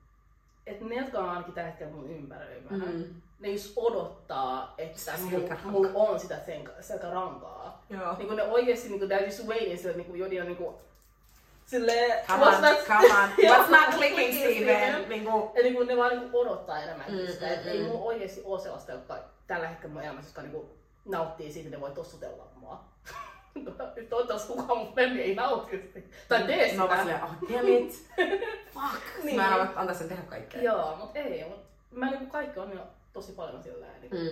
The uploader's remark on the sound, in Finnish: Tervetuloa meidän aamuyön keskusteluihin, raaka audio